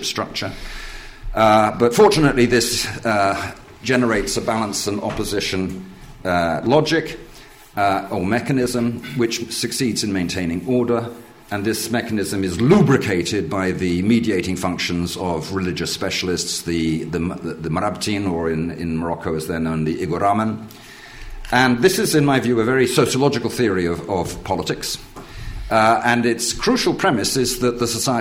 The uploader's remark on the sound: In this lecture and book launch